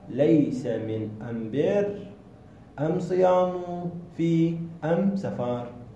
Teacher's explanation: لغة حمير إبدال اللام، يعني لام أل، إبدال لام أل ميما